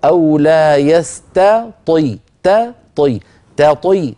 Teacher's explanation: نرقق التاء في كلمة يستطيع ونفخم الطاء